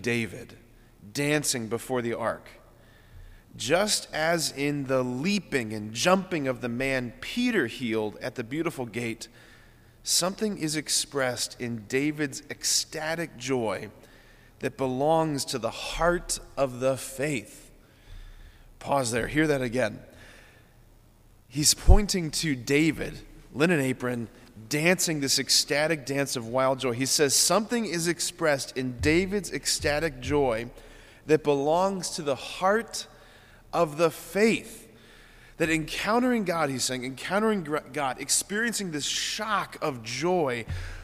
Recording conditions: large echoing room